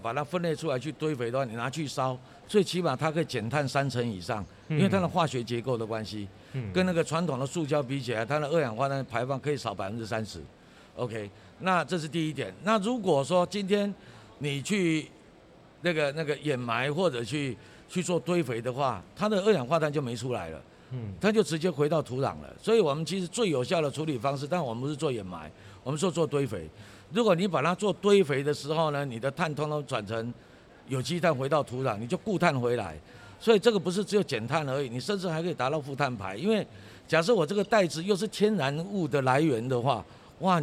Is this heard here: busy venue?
yes